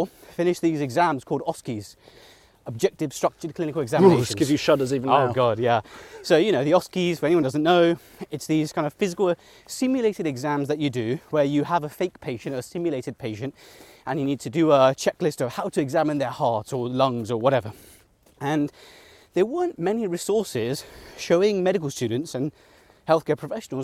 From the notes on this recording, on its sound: In this second part walking through the snowy grass of Greenwich Park.